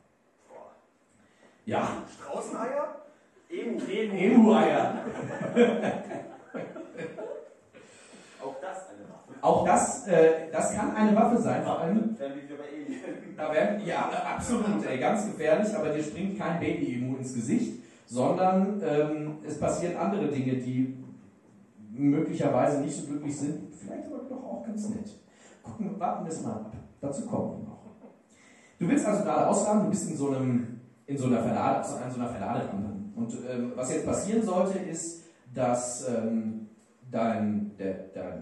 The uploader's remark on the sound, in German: Live in Lüdenscheid Teil 2.